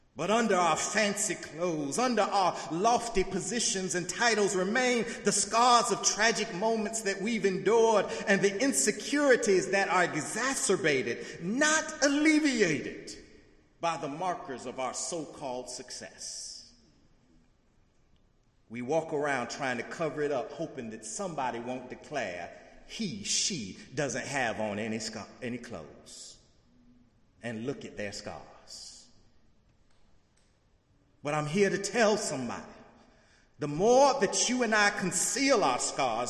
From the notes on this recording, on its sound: In the Memorial Church.